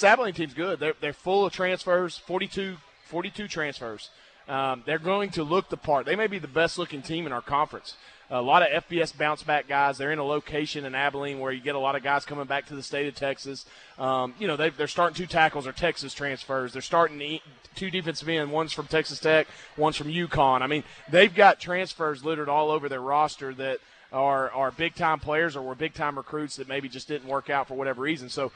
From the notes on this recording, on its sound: LIVE from Walk-Ons Sports Bistreaux in Conway